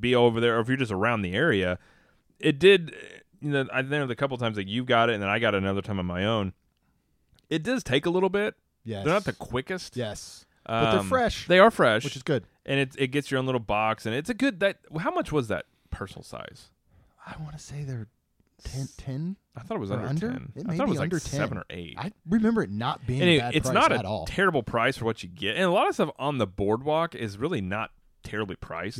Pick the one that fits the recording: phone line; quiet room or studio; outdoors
quiet room or studio